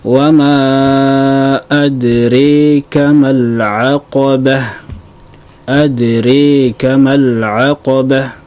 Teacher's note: riwayat Syu'bah dia imalahkan, mengimalahkan huruf ra dan alif